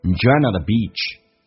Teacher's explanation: at 不被强调可以弱化成 a 加个 t 叫 at